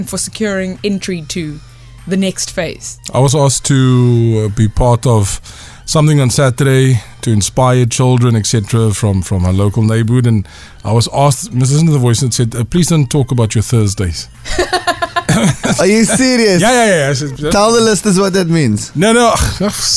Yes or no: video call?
no